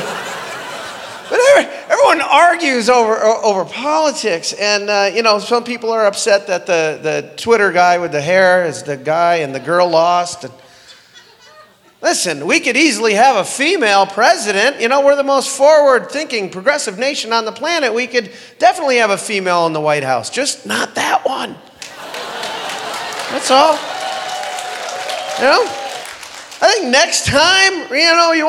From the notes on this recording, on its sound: Live at the SouthPoint Casino